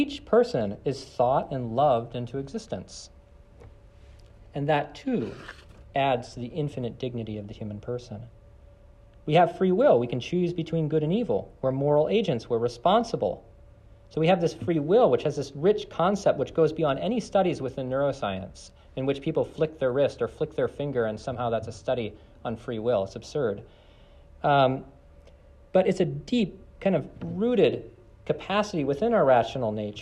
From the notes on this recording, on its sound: This lecture was given on November 28th, 2023, at Johns Hopkins University.